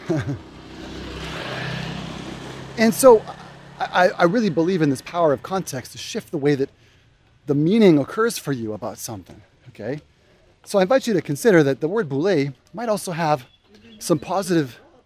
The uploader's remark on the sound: Walk and talk